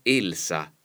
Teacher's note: nome proprio Elsa con la E chiusa